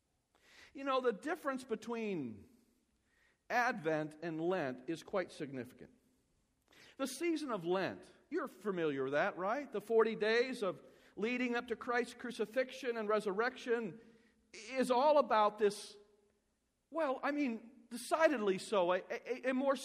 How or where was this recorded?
large echoing room